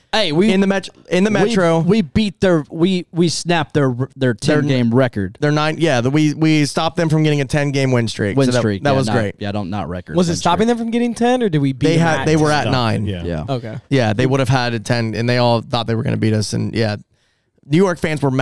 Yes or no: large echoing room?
no